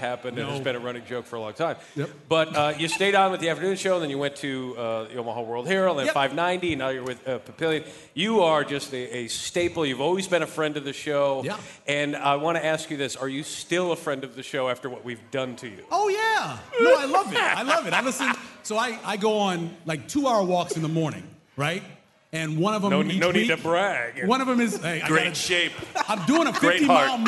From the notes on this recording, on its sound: Live from Hail Varsity Club. A young listener joins the guys on stage. Live Q&A with fans.